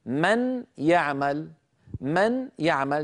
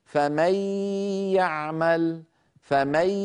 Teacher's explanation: لاحظوا هنا اللوحة التي على اليسار نون مدغمة بغنة في الياء، لاحظوا بأن المخرج اللساني تحول إلى ياء، يعني من يعمل، من يعمل تحولت إلى مي، مي الجزء اللساني من النون تحول إلى ياء · Shown in: first take · بينما انظروا الآن الجزء الخيشومي والمعبر عنه بالأسهم الزرقاء ويبقى صوت الغنة ظاهرا مطولا مصاحبا لنطق الحرف المدغم.